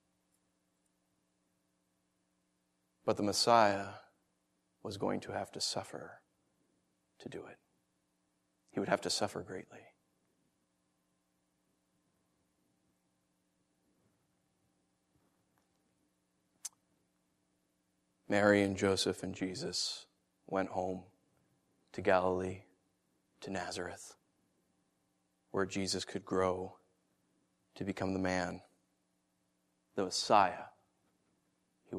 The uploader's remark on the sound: Originally preached December 21st & 22nd 2013 at The Orchard Church. Originally preached December 21st & 22nd 2013 at The Orchard Church.